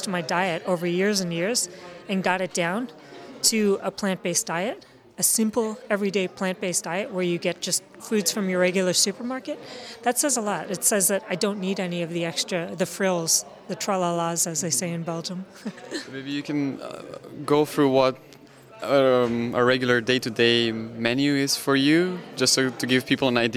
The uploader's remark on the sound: The interview was recorded on the 14th of September at the Animal Rights Conference in Luxembourg.